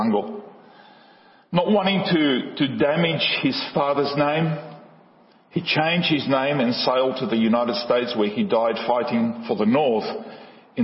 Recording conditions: large echoing room